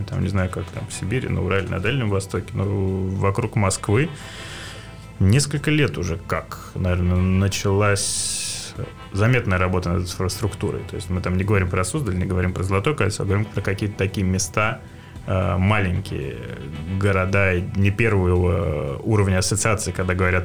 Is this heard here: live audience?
no